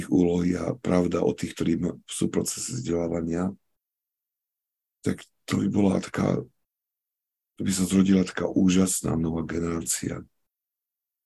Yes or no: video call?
yes